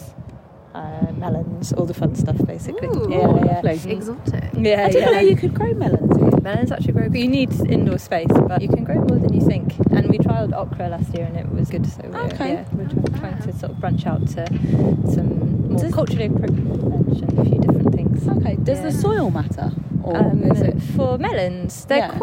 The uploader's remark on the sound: The Grow Farm in Totteridge, London. As this was recorded live on location (on a very windy day), please note that the sound quality may dip in and out!